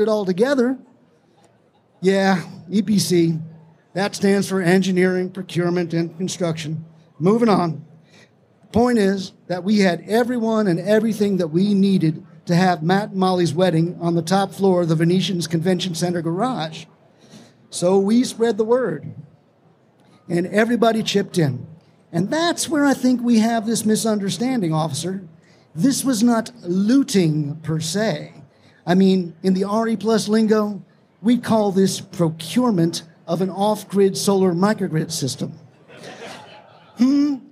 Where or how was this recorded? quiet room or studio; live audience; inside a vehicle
live audience